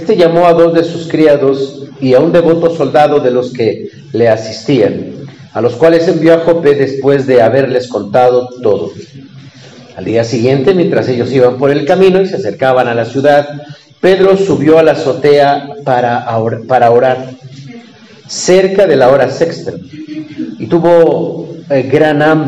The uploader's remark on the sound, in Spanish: Predica del culto matutino del 30 de julio del 2023